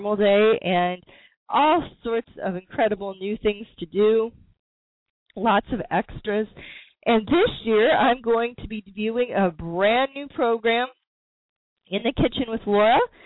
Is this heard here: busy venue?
no